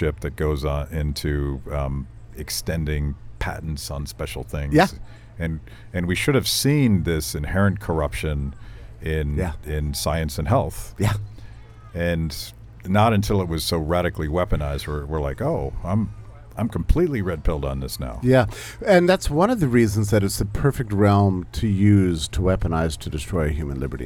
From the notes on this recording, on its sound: at the 2023 Porcupine Freedom Festival in New Hampshire